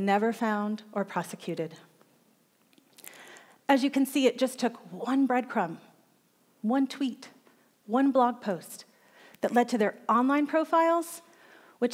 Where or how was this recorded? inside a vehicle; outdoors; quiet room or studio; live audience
live audience